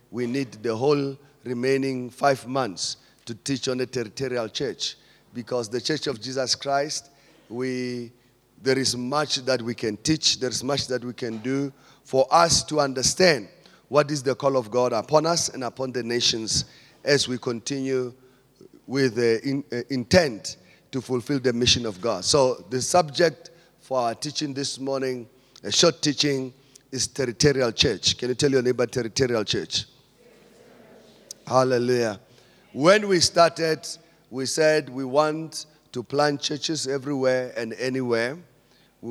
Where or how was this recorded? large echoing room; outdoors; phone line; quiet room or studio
large echoing room